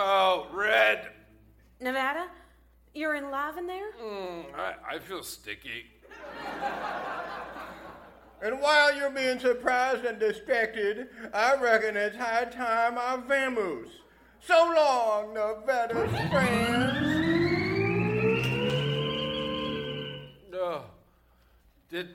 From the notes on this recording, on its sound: Recorded Live 10/3/2010 at Largo, Los Angeles.